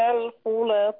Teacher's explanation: بس طبعا وانت بتقري الخلطاء اللام مرققه